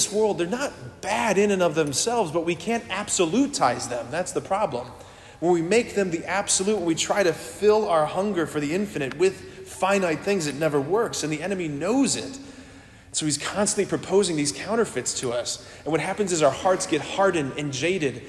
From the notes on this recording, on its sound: preached this homily on January 28, 2024 at St Basil the Great Catholic Church in Brecksville, OH